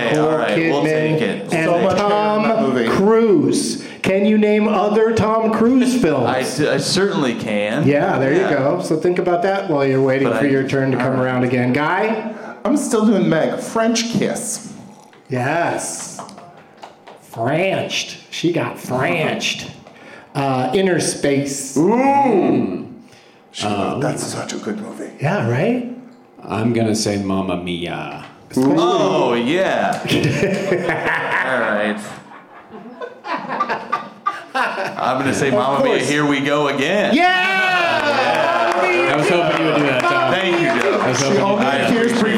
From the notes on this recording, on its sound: Live from The Improv in Brea